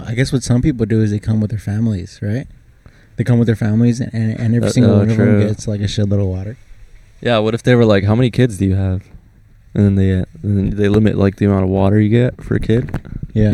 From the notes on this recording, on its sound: Quarantine and Pod (outside Costco). Yup, we sat outside Costco to pod.